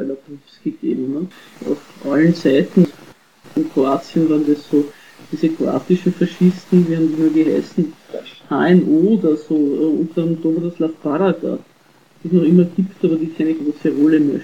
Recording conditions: poor sound quality